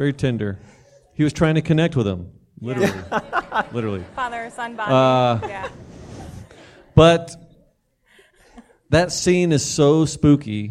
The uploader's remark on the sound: Our first ever live episode! In front of a large crowd of his adoring fans at the main branch of the Cuyahoga County Public Library (CCPL).